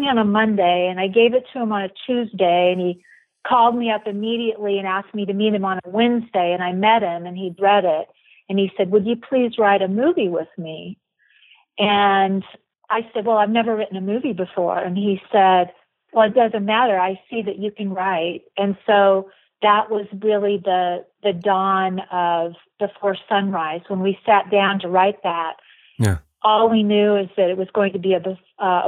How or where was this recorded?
phone line